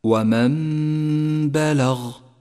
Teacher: ومن بلغ، جاءت النون الساكنة وبعدها حرف الباء، والواجب هنا أن نقلب النون الساكنة إلى ميم نقف عندها بغنة زمنها حركتان ونسقط النون من اللفظ تماما، ولذلك لونت النون باللون الرمادي إشارة إلى عدم نطقها، ولونت · Term: حكم الإقلاب